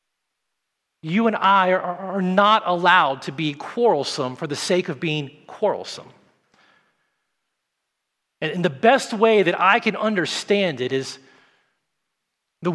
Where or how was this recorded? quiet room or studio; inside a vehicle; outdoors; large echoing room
large echoing room